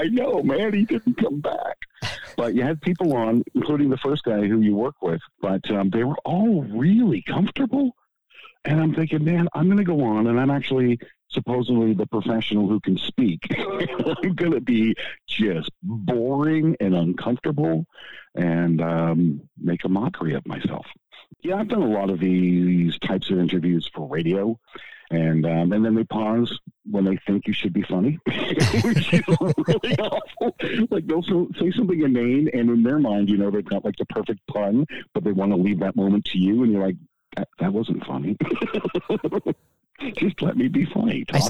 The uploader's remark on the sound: I apologize on the guest's voice quality as it was done over the phone.